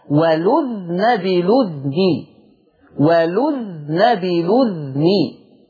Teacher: الاصول القواعد اللي انا عمال اشرح فيها دي، الفرش ان في كلمات خاصة الورش بينفرد بيها، فورش قرأها بسكون الذال